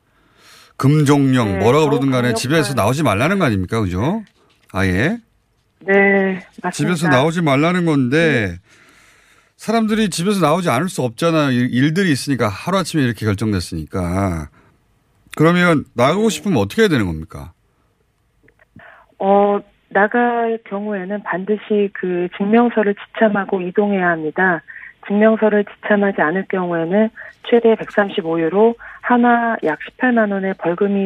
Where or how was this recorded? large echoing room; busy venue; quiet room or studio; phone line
phone line